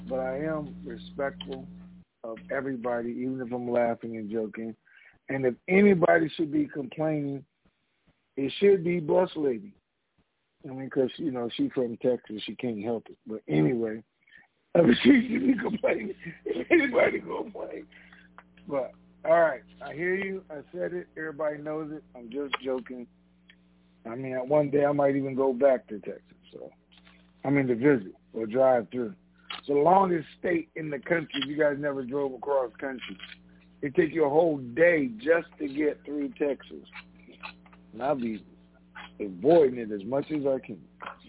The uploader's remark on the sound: TNTSuperfantastic Conference Call